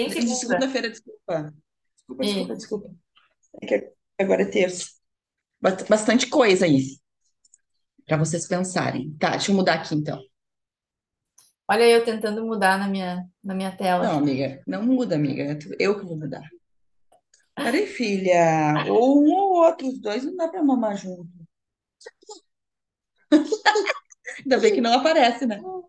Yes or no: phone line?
no